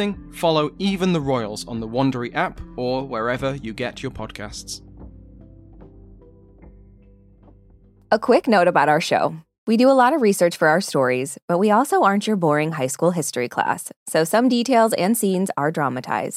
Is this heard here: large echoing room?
no